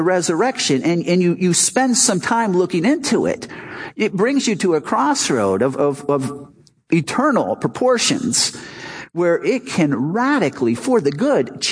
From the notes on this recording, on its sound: Our Easter service "Not Another Dead God".